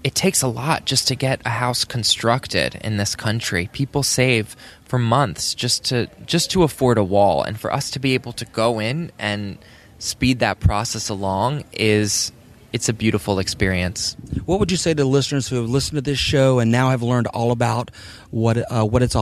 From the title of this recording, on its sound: Live from Fathom Impact Cruise